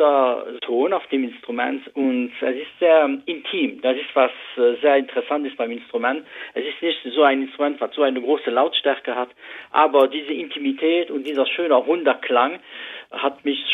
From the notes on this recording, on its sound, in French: l'interview téléphonique